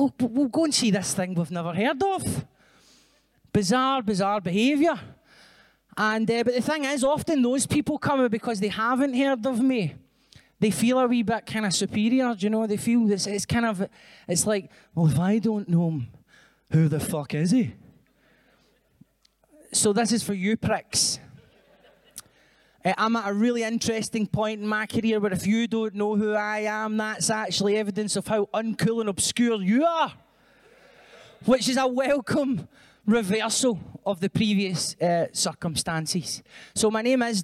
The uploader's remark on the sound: the fourth show of Common People Live at the Edinburgh Fringe